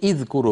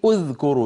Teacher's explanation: إذا بدأت بأذكروا تبدأين بهمزة مضمومة · Shown in: second take